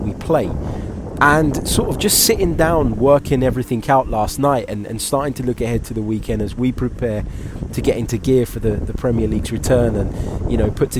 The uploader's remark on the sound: Sorry for the wind!